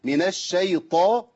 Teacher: يا عم الشيخ الطاء ما فيهاش نفس، امنع النفس في الطاء